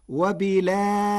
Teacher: وبالآخرة هم يوقنون، قرأ ورش كلمة وبالآخرة بنقل حركة الهمزة إلى الساكن قبلها وحذفها، وتوسط البدل مع ترقيق الراء فتصير وبالآخرة.